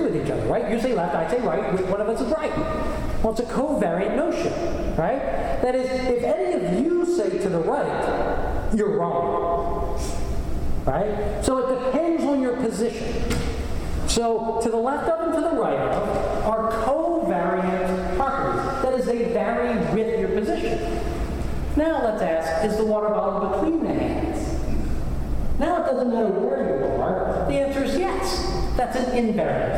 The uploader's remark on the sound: Recording of a lecture. As part of the Graduate Institute Summer Lecture Series.